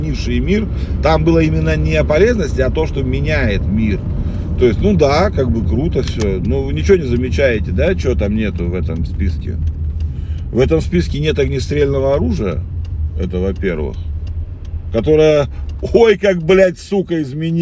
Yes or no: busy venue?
no